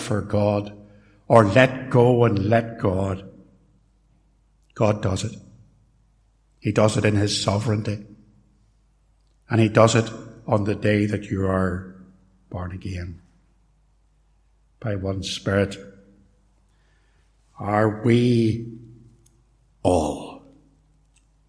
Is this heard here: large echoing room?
yes